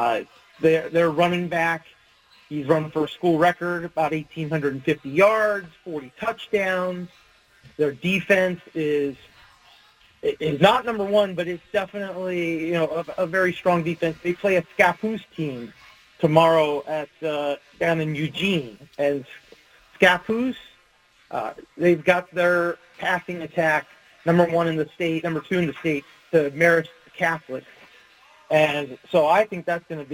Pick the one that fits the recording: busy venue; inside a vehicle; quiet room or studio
busy venue